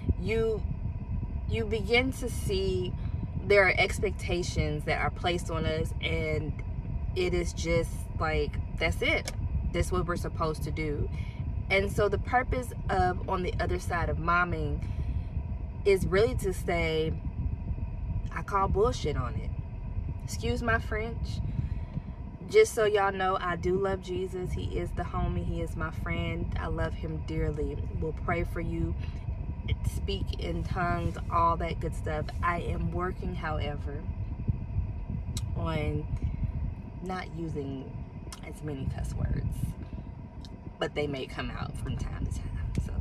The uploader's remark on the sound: I had to record in my car, parked outside of one of Publix.